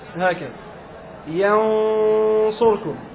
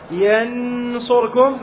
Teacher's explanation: فاللسان يكون معلقا مبتعدا عن ليتة الثنايا العليا، لا يكون إظهارا · Shown in: first take · Term: الإخفاء